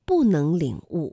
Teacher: 不能领悟，因为能是二声，所以不在这里读四声